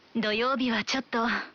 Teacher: stretching out the ending and weakening the pitch to say ちょっと creates the nuance that you're reluctant to say what you have to say. It's often used for declining an offer or invitation.